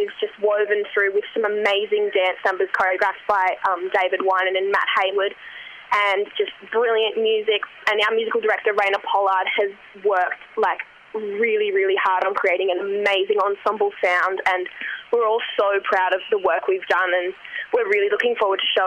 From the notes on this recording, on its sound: The phone audio quality is a bit scratchy. From Federation University.